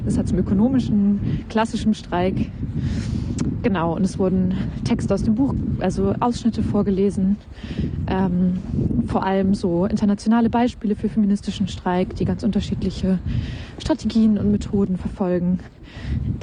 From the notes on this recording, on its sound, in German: Aufgezeichneten Redebeiträgen von einer Kundgebung gegen Abschiebungen vom Hamburger Flughafen, zwei Kundgebungen in Solidarität mit einer Schwarzen Familie in Ottensen.